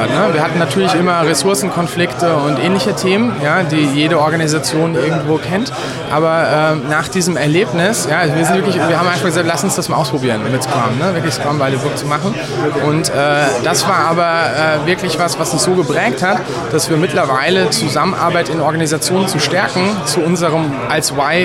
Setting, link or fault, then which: setting, busy venue